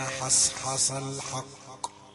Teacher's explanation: الحاء رقيقة يليها صاد مفخمة، وكذلك حاء أخرى رقيقة ويليها صاد مفخمة، فلا بد أن يكون هناك حرص.